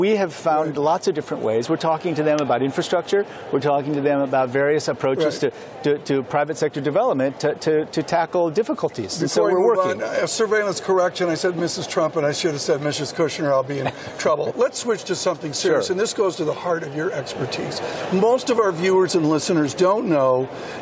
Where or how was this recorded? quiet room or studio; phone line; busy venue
busy venue